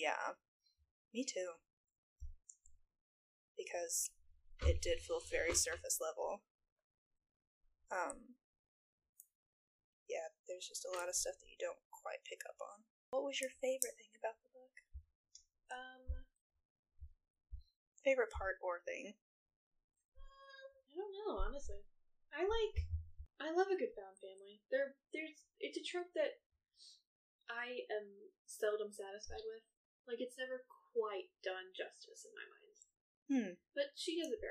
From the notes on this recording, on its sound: The audio is not great we're so sorry, lol- don't know what happened there.